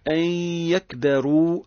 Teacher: عندنا نون ساكنة بعدها ياء حكمها الإدغام مع الغنة